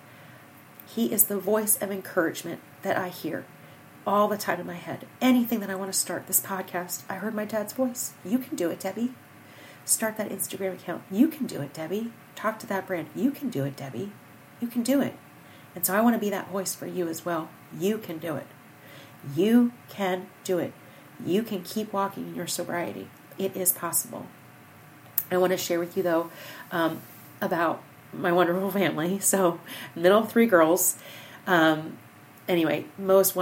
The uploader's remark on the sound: Unlike most episodes, there is no intro or outro music - this is just you, me, the microphone & Coco snoring in the background.